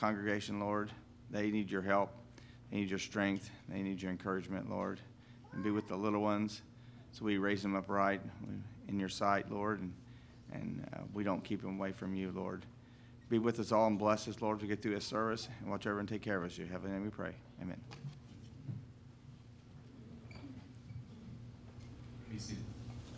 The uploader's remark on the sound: LIVE Services at Sunshine